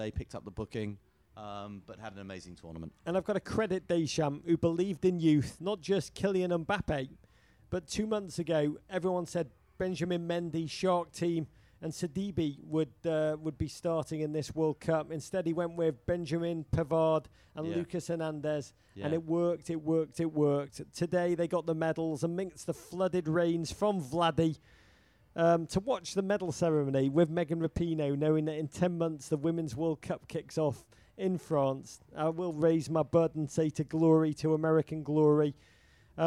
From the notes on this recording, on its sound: from a makeshift studio at the Budweiser Live Final Experience in NYC